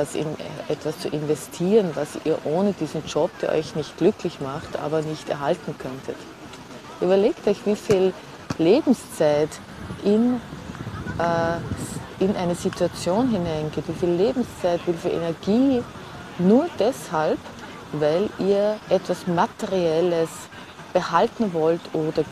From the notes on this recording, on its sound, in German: Diese Episode kommt direkt von Montmartre in Paris, aufgenommen auf der Wiese am Hügel von Sacré-Coeur sitzend, mit allen Nebengeräuschen des bunten Treibens rund um mich.